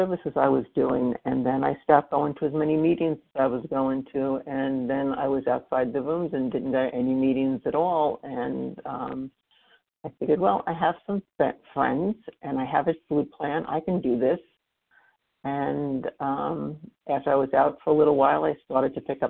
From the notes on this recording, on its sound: 100 Pounders Phone Meeting on 11/23/20